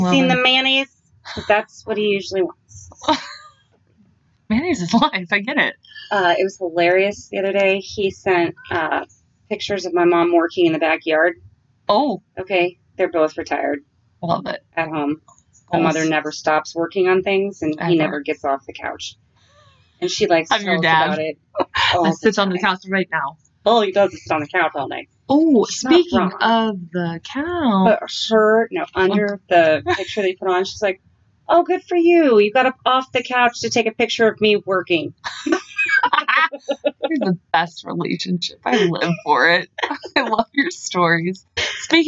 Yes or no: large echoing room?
no